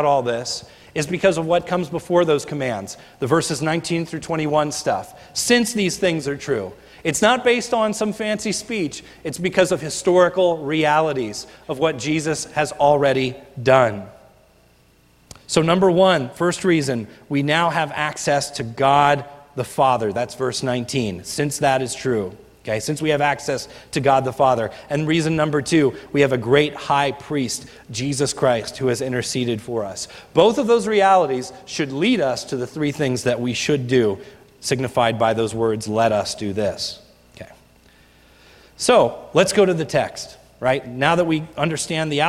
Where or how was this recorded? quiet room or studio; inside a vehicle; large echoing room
large echoing room